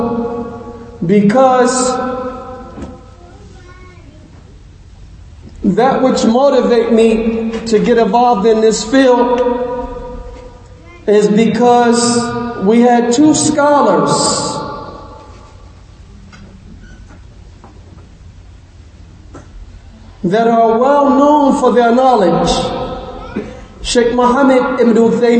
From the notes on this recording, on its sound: Lecture given at Masjid Nur Allah, Queens, NY